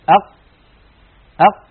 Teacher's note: القاف لما نقول أق جربوا هكذا لو سمحتم تجدون بأنه لا يمر نفس أبدا ولا يمر صوت أبدا. أق ينقفل مخرجها انقفالا تاما، فهي حرف مجهور ليست من حروف الهمس، وهي حرف شديد لأنها من حروف أجد قط بكت أجد قط.